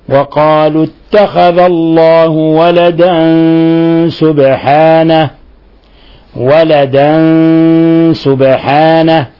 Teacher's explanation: قوله تعالى وقالوا اتخذ الله ولدا سبحانه تنوين فتح جاء بعده السين والسين من حروف الإخفاء الحقيقي فالحكم التجويدي أننا نخفي التنوين اللي هو في الحقيقة نون ساكنة نخفي في السين. وقالوا اتخذ الله ولدا سبحانه ولدا سبحانه ولاحظوا كيف قلقلنا الباء لأن الباء من حروف القلقل الخمسة قطب جد.